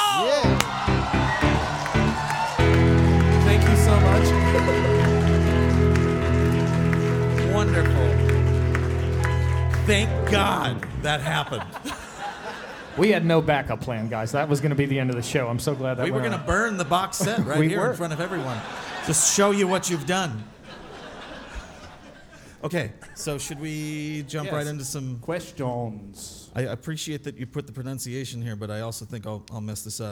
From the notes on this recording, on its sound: This episode was recorded at the Atlanta, GA stop of the Fossio et Satio tour!